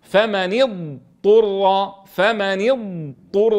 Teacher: نعطي الضاد حقا من الاستطالة ثم ننطق طاء مضمومة